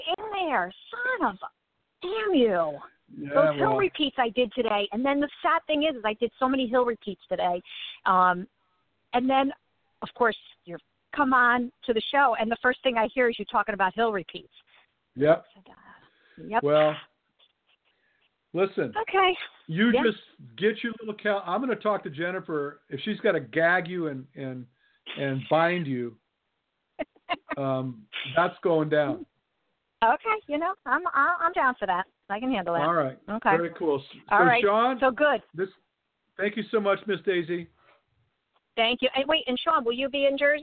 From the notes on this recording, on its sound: LIVE Q-n-A Show. Plan to accept live callers and field questions.